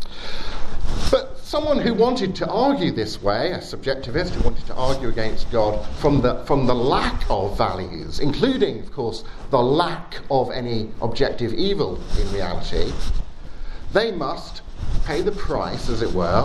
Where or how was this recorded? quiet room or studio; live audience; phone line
live audience